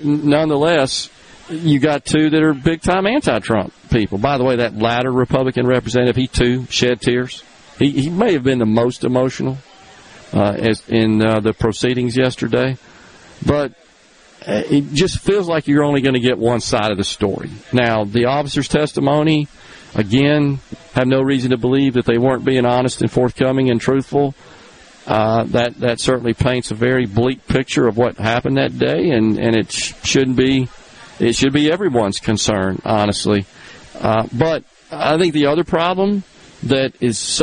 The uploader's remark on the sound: The JT Show is LIVE from the Neshoba County Fair